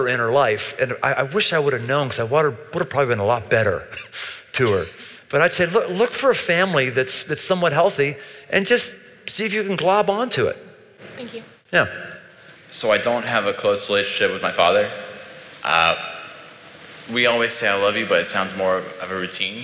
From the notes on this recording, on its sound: Crowd Q&A — Live in Cincinnati. Recorded in 2019, near the campus of the University of Cincinnati.